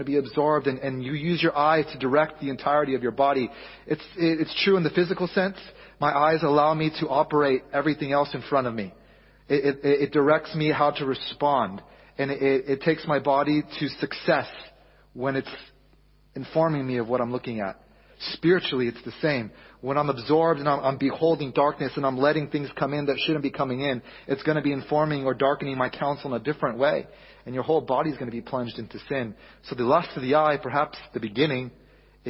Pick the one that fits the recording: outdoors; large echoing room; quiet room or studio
large echoing room